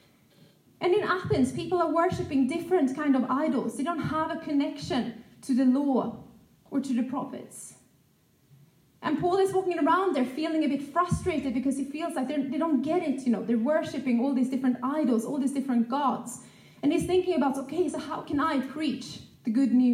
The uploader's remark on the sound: This message was recorded live at our Malmö Gathering.